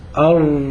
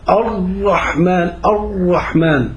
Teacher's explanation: الصوت بيبقى مستمر، أر سامعينه وبدون تكرار، هذا هو صوت الراء الصحيح · Shown in: first take · Term: حرف متوسط